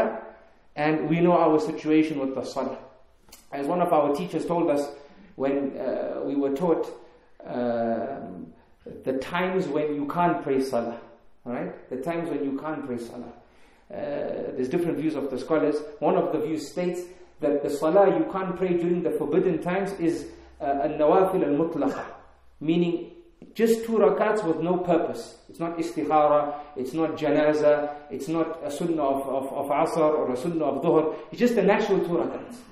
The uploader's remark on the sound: In this Lecture conducted at the Kensington Prayer Facility in Harare, Zimbabwe